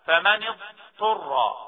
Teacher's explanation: مثلا يا جماعه الضاد الساكنه لما يجي عند الطاء، الضاد الساكنه لما يجي وراها طاء بنظهرها فمن اضطر، او الضاد الساكنة عند التاء فاذا افضتم، افضتم، تمام كده. · Term: اظهار